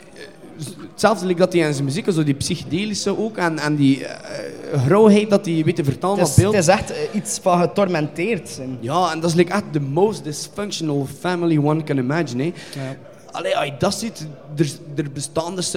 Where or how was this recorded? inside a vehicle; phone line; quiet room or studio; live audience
live audience